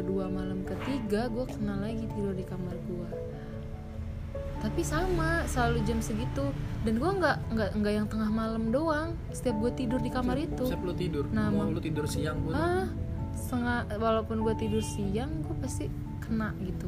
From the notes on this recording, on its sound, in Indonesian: Minta maaf kalo soundnya sedikit keganggu sama suara kendaraan ya vibes.